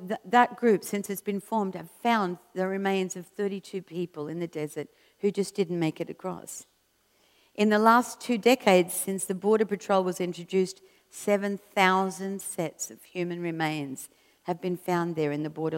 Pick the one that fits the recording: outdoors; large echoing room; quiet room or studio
large echoing room